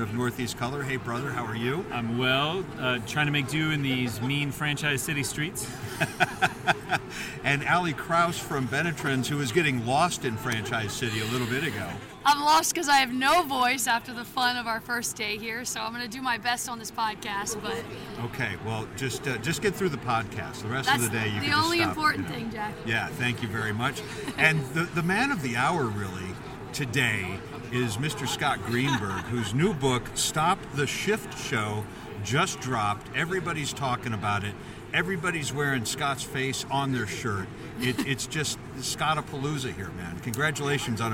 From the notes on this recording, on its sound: We’re Live at IFA 2024! Thanks to the crew of BizCom Associates for letting us record their booth in the heart of “Franchise City”.